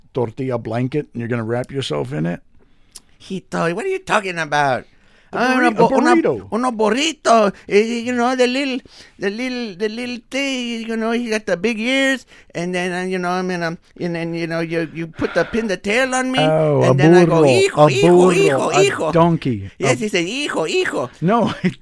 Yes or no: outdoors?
no